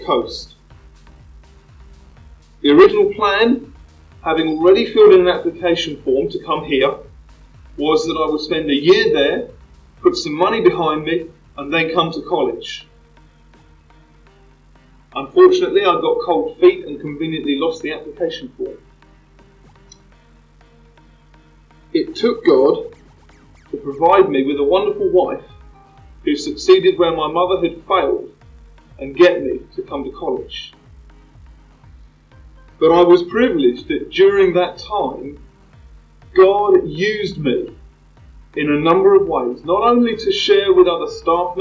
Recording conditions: poor sound quality